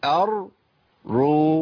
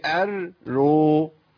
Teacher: الحركه عندي ضم او فتح، يبقى الرائين الاثنين يفخموا · Shown in: first take